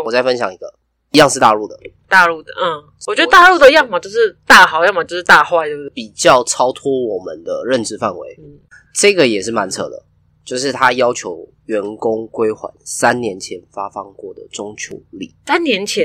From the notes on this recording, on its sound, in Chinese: 本集各種爆音